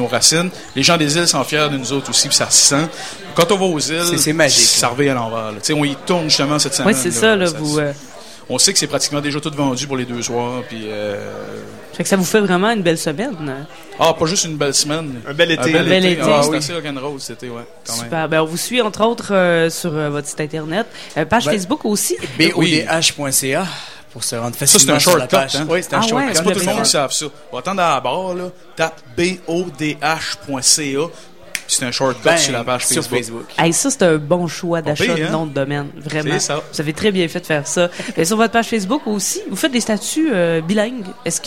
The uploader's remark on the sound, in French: lors du Festival d'été de Québec, sur les ondes de CKRL 89,1 en direct du bar Le Sacrilège.